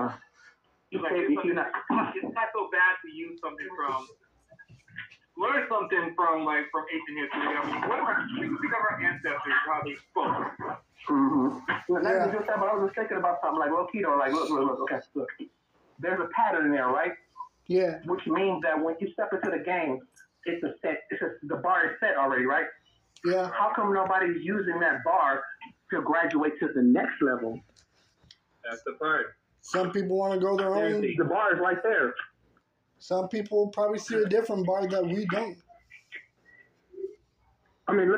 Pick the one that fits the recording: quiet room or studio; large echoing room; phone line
phone line